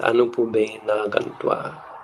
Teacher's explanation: The second word starts with a long A. The first word ends with a short A. The short A is dropped, or short A plus long A equals long A. You can't get a super long A, you just got long A. · Term: sandhi